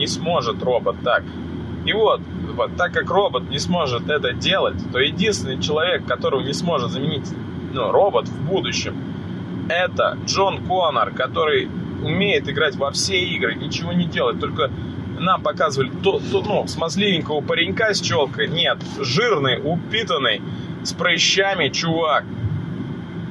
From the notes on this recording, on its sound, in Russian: Подкаст в машине по дороге на запись #этоподкаст. Извините за качество аудио, записывал на телефон в машине.